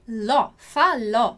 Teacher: E o que tem de interessante nessa palavra, que é uma palavra que a gente está vendo que termina com um acento, né? Então, a sílaba tônica aqui, a sílaba forte, é ló, falò